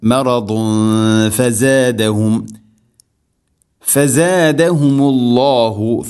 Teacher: ഇവിടെ തൻവീനു ശേഷം ഫ, തൻവീനിനെ അവ്യക്തമാക്കി മണിക്കണം. ഇഖ്ഫാ ബിഗുന്ന.